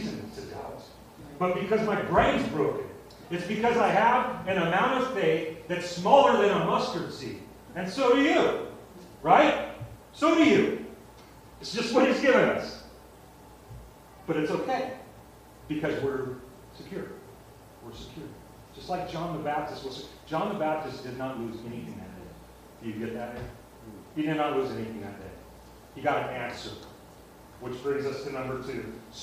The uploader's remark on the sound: Sorry about the audio quality